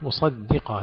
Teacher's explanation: ترقيق الدال بين الصاد والقاف المفخمين